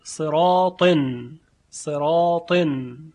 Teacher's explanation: ببینید مثلا در کلمه صراط حرف را متحرک است، مفتوح، قبلش کسره، ص، صرا، خب شرایط ترقیق میتونه باشه، اما چون بعدش حرف مفخم مثل تا آمده که اینجا حرف استعلاء و اطباق هست، باعث میشه که این را تفخیم بشه